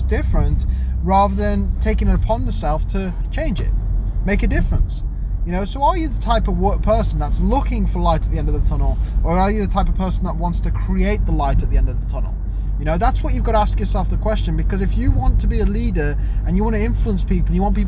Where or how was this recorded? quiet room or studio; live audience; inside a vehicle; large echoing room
inside a vehicle